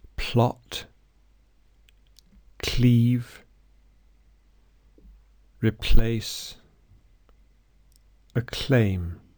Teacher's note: unvoiced l, l, following p or k